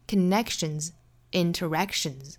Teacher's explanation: Connections 和 interactions,后面的这两个 s 都是应该读浊辅音的